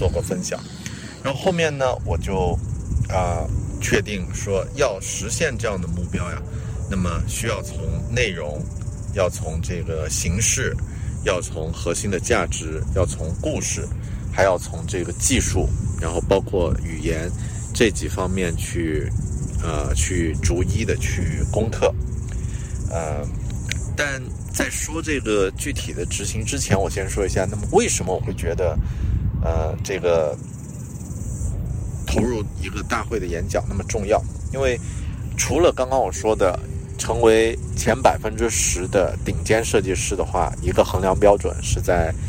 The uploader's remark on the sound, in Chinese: 这期在新西兰首都惠灵顿海边码头录制的节目